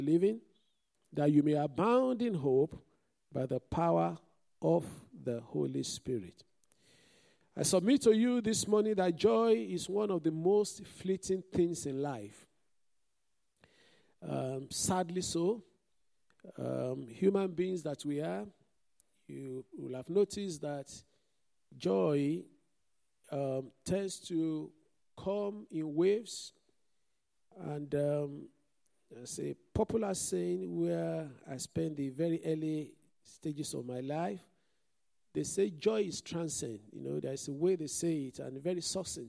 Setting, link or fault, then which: setting, large echoing room